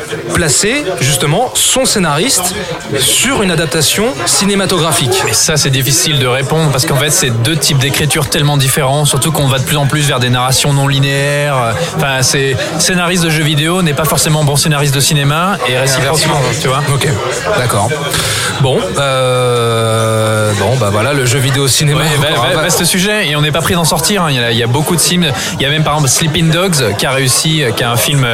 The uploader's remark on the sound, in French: Enregistré au Hurling pub (8 Rue Descartes, 75005 Paris), le vendredi 16 février 2018.